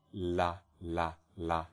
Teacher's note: There's another feature here that I'll throw in here, and that is, it could very well be that the difference is jaw position, that in a clear position I say la, la, la, and my jaw is more closed